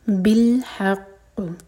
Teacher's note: ح حلق سے اور قاف پر اسٹرانگیسٹ قلقلہ. قاف ایک تو ہیوی لیٹر ہے اور یہاں پر ہم رک رہے ہیں، تو ساکن ہوگا تو قلقلہ ہوگا، اور قاف پر ہے شدہ تو اسٹرانگ قلقلہ.